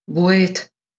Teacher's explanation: Da ist das L eigentlich ganz verschwunden zugunsten eines Selbstlautes, eines Vokals. Deshalb sagen wir da eben Vokalisierung dazu. · Term: L-Vokalisierung